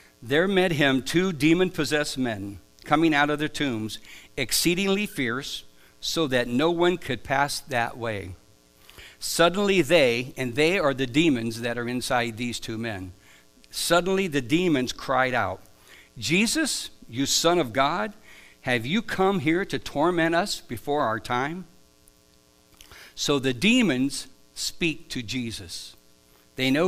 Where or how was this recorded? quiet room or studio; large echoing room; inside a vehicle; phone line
large echoing room